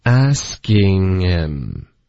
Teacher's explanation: 从这个的这个音直接连到 him，就是 him 的这个 h 给省了，所以就是 askinghim，就这样。好，asking him。可是一般就是更常见的是什么呢？就是 king 的这个音节呢，就别发 king，别用后鼻音，也别用一个 e 的这个元音 king，这个 e 也不要